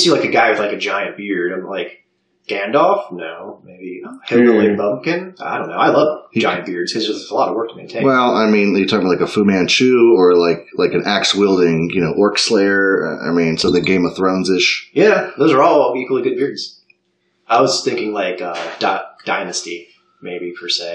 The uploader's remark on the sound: Audio is a bit potato